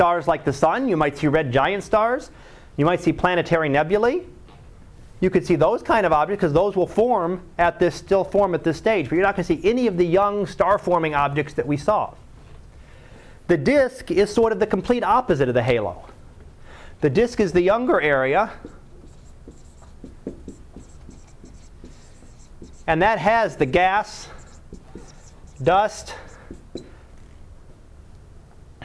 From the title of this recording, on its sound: Live Class Lecture